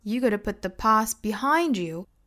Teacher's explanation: 重读的部分呢我们来看一些动词比如说 put, past, behind 包括后面的 move on 这些都要做重读的